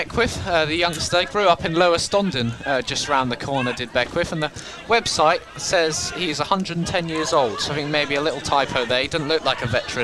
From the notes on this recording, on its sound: FULL COMMENTARY: Hitchin Town FC vs Luton Town. In front of over 1,000 spectators at Top Field.